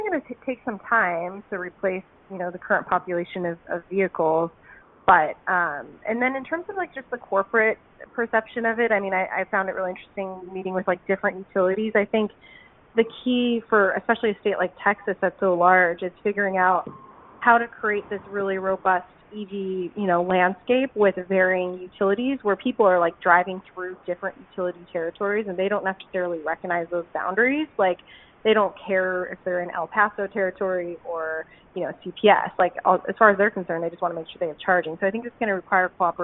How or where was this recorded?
phone line